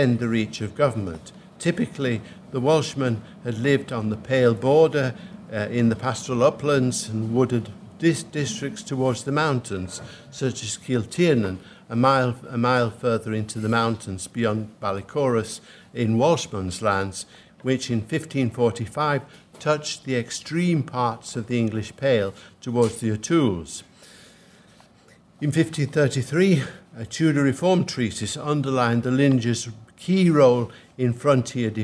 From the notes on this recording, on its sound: at the 2022 Tudor and Stuart Ireland Conference